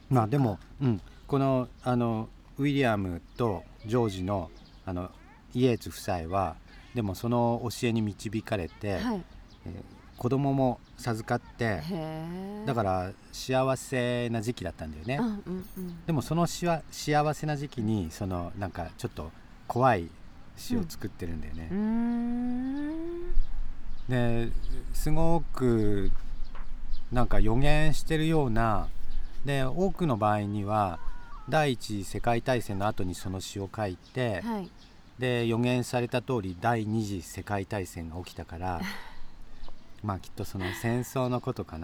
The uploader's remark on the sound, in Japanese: 再び、松本市の「あがたの森」の中で収録を始めました。初夏の空気の中で、鳥の声や公園で遊ぶ家族の声、時には市の広報車の音も入って、穏やかな休日の朝の風景です。